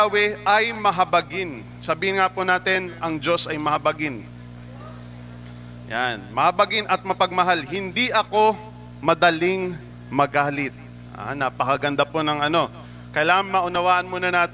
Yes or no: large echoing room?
yes